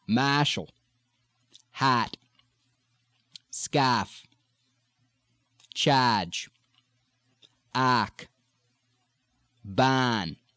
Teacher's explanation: Ah, ah, ah. Get the back of the tongue up, really muscularize in the back as you pronounce that very characteristic Bostonian ah